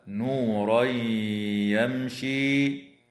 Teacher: ويدغم في الياء مع الغنة في قوله تعالى: نورا يمشي. · Term: الإدغام مع الغنة